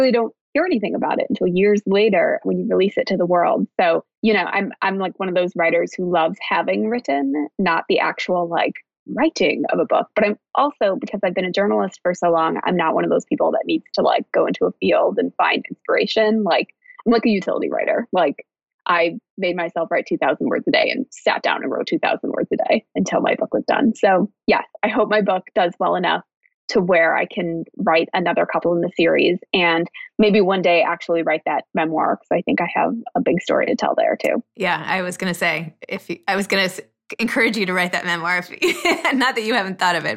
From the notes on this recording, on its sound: Talked over Skype.